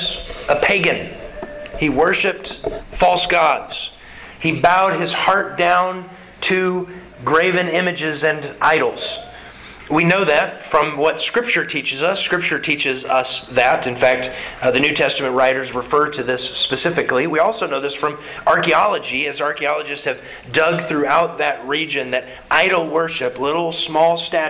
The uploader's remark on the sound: Sermon delivered to the Galena Bible Church